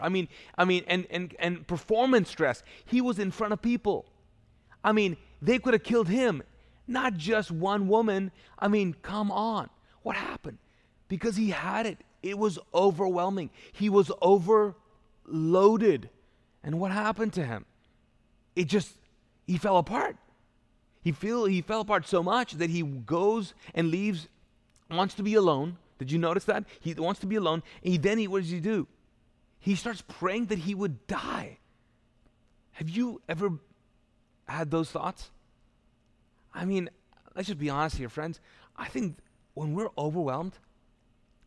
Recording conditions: large echoing room